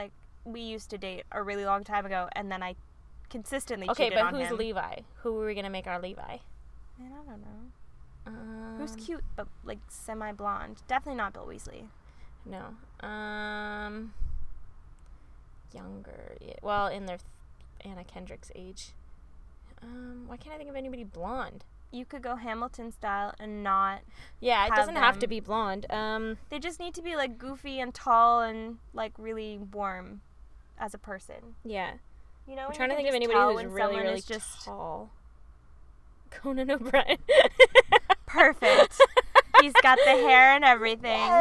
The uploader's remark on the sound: two best friends sat in the car and chatted.